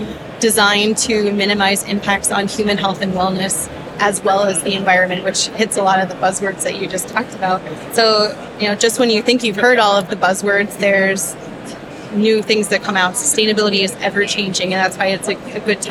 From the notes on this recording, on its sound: LIVE from Greenbuild 2023. In this bonus episode, we share a LIVE conversation from the 2023 Greenbuild International Conference and Expo in Washington D.C.